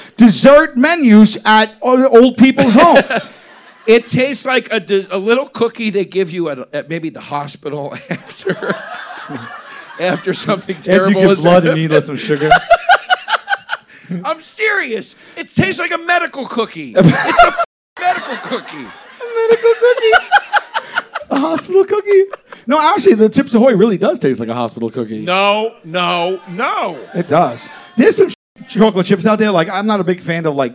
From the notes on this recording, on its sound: ALL THE WAY LIVE from the jokers cruise!